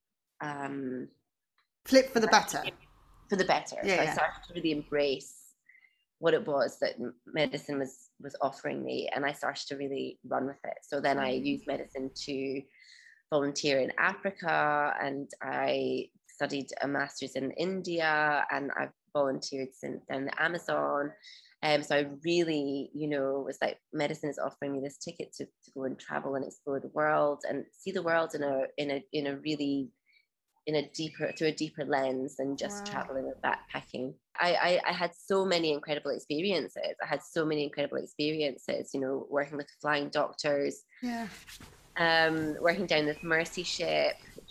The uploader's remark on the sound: This was recorded in May 2022 over Zoom.